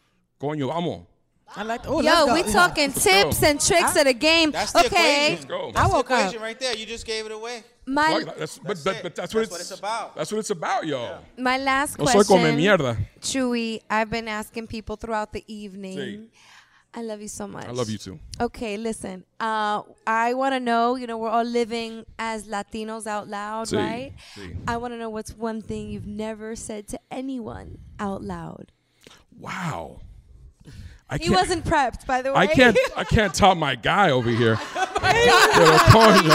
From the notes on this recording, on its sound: The finale of the live show recorded at The Actors Company LA in Los Angeles.